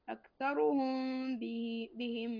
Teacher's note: أكثرهم بهم عندنا إخفاء هنا الميم الساكنة وبعدها الباء إخفاء شفوي